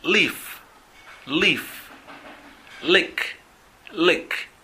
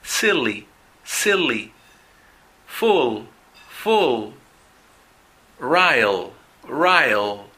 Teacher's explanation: cuando el sonido de la L esté al comienzo de la palabra, ese sonido va a ser un poco más suave. Cuando la L esté al medio y al final, va a ser un poco más largo.